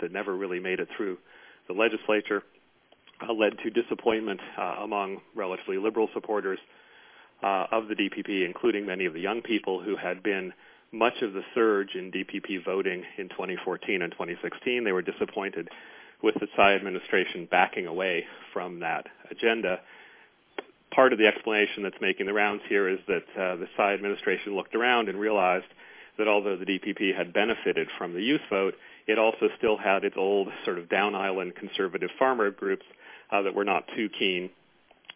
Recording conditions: phone line